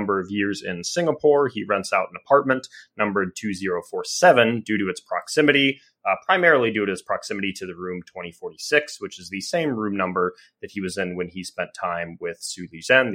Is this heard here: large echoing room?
no